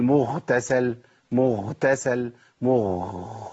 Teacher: ما بقتش غين خلاص، بقت خاء على طول